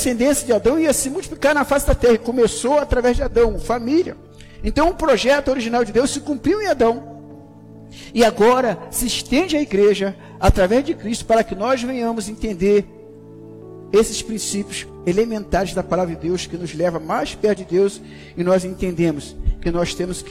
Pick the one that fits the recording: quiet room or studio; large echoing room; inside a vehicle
large echoing room